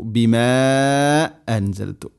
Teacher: ഇഖ്ഫാ ബിഗുന്ന, നൂനിനെ അവ്യക്തമാക്കി മണിക്കണം.